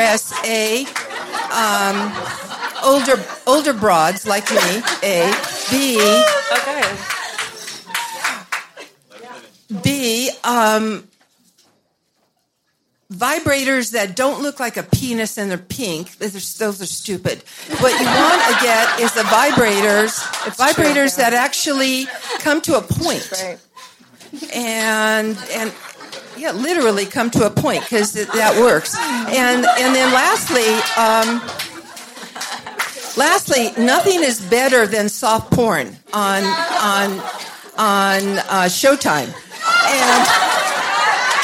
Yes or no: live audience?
yes